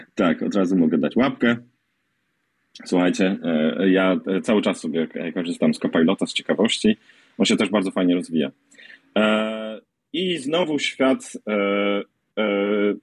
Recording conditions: video call